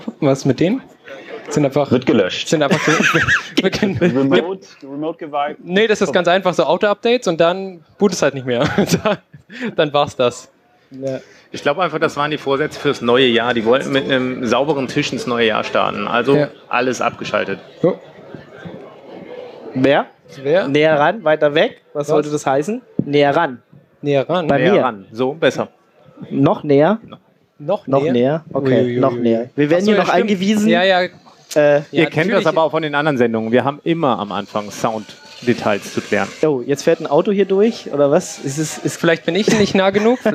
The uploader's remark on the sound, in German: Binärgewitter Live (33c3-sendezentrum)